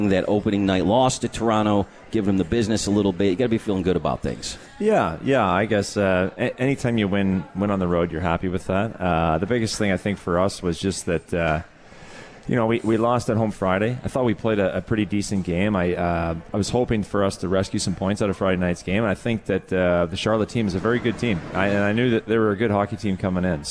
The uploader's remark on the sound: Live from the 72 Tavern for Utica Comets #Insider.